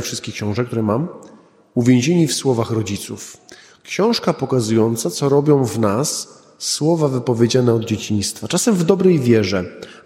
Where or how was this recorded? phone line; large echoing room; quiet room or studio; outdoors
large echoing room